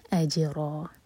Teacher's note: جیم پر قلقلہ اور را مد عوض عن التنوین دو حرکہ لمبا